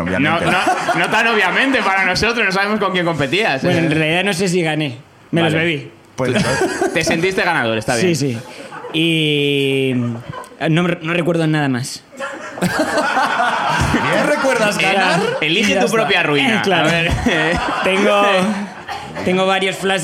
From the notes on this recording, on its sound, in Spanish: La Ruina visita Madrid por primera vez. El público madrileño nos cuenta también sus miserias.